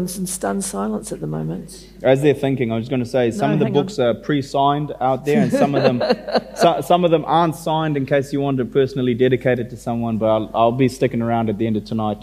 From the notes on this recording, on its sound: The opening event of the 2022 Marlborough Book Festival.